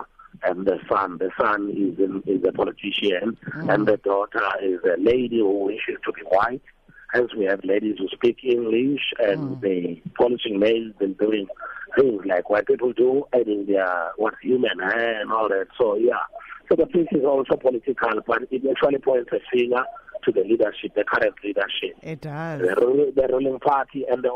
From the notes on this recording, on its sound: Joined on the line.